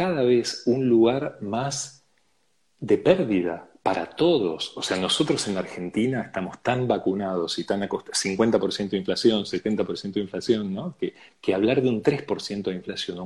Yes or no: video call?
yes